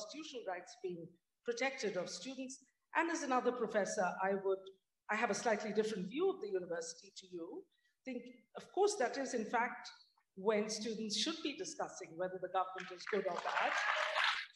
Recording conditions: live audience